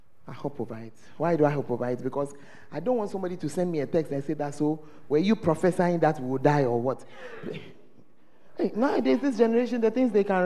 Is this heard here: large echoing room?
yes